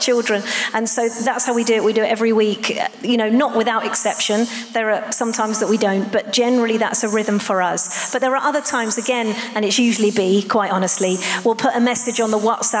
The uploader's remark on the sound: Live at The Orchard Conference 2022